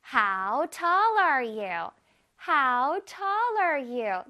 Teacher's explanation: tall 부분에서 음을 슉 높여주세요.